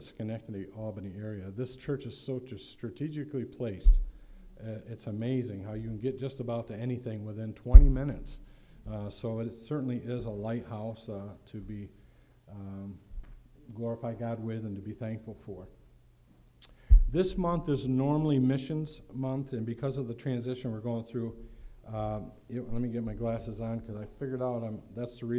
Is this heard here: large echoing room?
yes